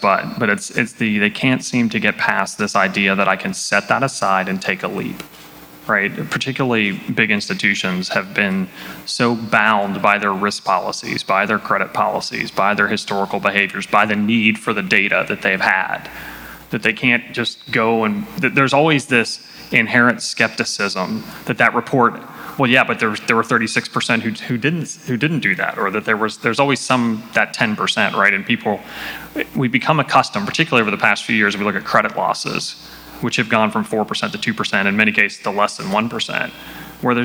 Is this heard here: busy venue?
yes